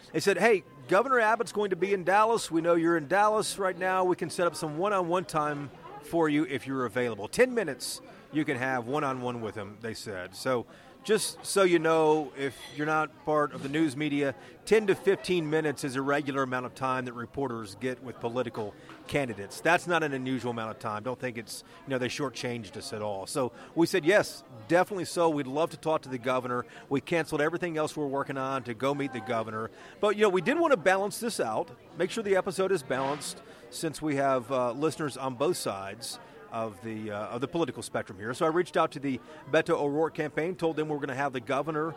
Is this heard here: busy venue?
yes